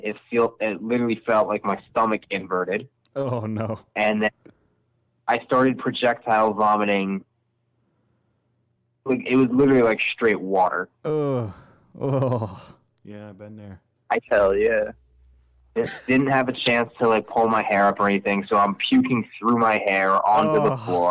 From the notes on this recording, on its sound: Alone at home. Join as co-hosts on the phone.